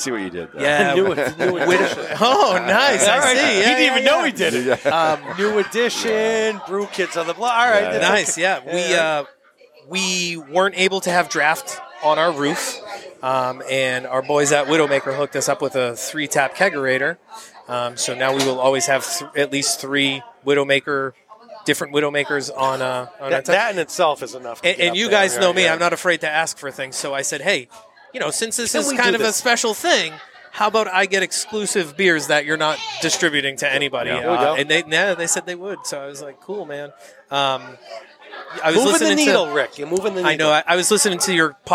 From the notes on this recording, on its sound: caught up with us at the Brockton Beer Company festival